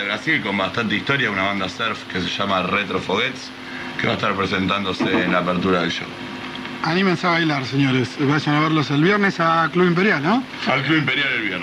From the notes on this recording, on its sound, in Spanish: tocando en vivo en La Respuesta